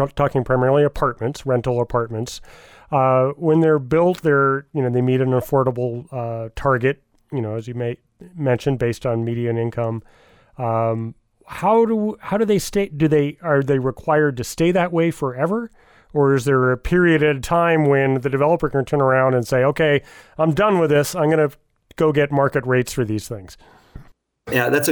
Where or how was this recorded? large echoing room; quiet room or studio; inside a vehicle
quiet room or studio